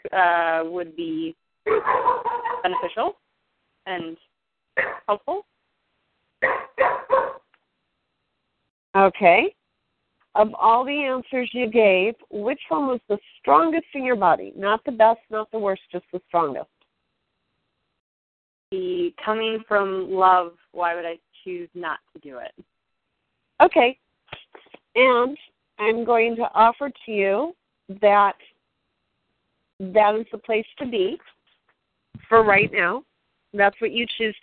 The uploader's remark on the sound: Team SAP Conference Call.